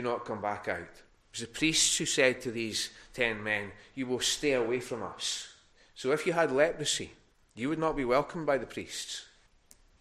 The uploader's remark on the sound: recorded at North Harris Free Church on Sunday morning 28 November 2021